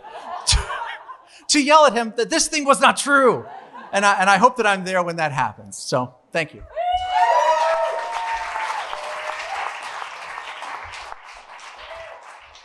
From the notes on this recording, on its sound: Recorded LIVE at B-Sides in Memphis, TN.